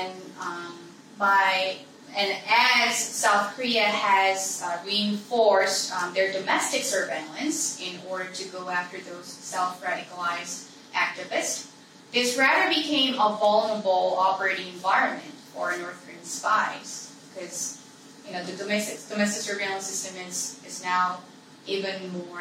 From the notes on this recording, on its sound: This event was streamed live at The Institute of World Politics, D.C.